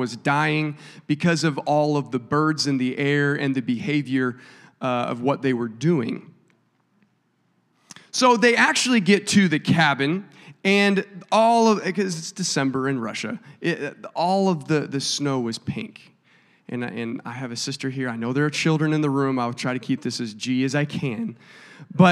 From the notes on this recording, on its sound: a service recording from Connect Point UPC